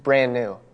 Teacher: I realized I don't pronounce the D when I say brand new